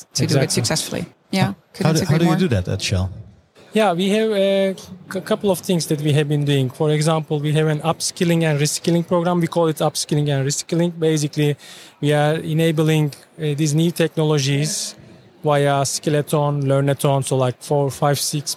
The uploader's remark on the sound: In this English-language episode, live from the Big Data Expo.